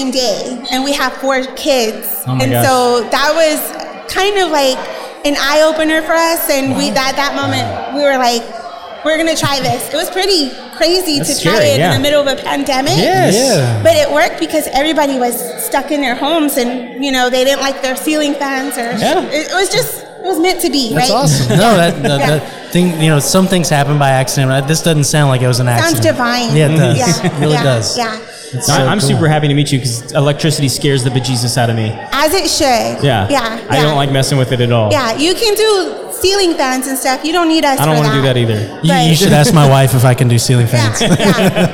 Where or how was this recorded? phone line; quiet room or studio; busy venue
busy venue